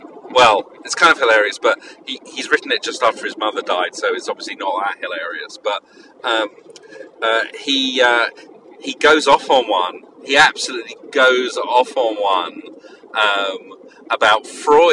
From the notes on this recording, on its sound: A grab bag of an episode with plenty of call-ins. Apologies for the car noise.